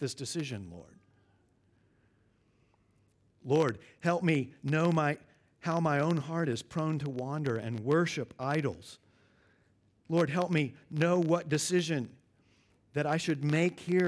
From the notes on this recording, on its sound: at Covenant Hope Church in Dubai, UAE